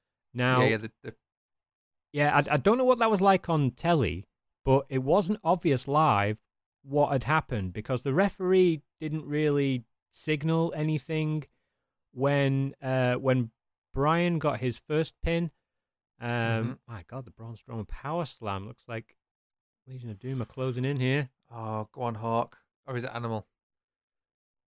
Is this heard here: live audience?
no